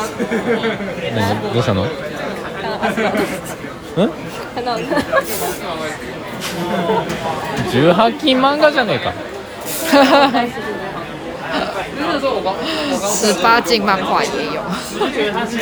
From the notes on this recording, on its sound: 屋外実況 台湾アニメイト店！台湾西門町のアニメイト店で実況してみた！ We tried live stream at the Animate store in Ximending, Taiwan.